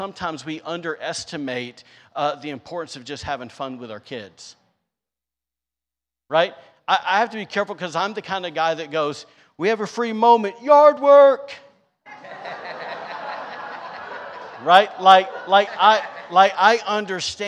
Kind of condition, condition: setting, large echoing room